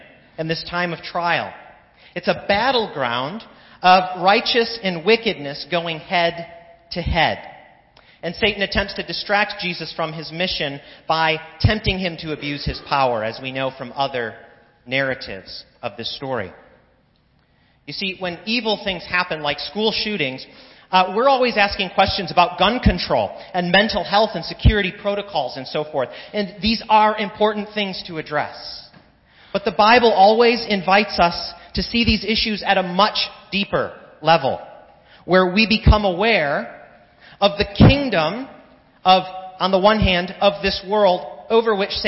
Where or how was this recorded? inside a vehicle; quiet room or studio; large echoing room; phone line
large echoing room